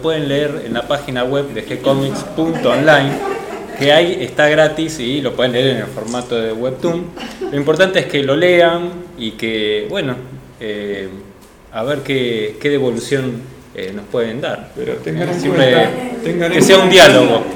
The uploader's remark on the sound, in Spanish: Compartimos la grabación del encuentro en la Biblioteca Nacional de la Gcomics Meetup #19.